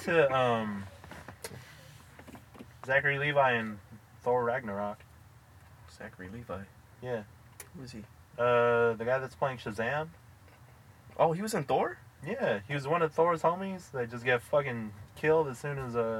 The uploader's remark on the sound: Three Dudes in the Car